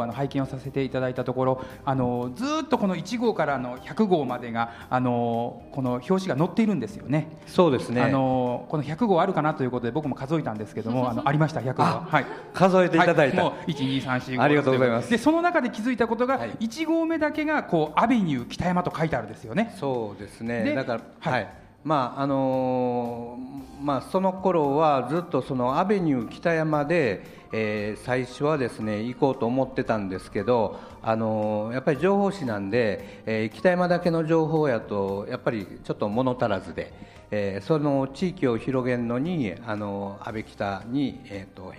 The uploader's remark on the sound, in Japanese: 公開収録。1000KITA（千本北大路）で開催された平成28年度「第2回センキタフェスタ」～センキタで北区の魅力を再発見～でRADIO MIX KYOTO 公開生放送＆番組制作ワークショップ（地域防災）を実施しました！サテライトスタジオ（千本北大路 1000KITA STUDIO）。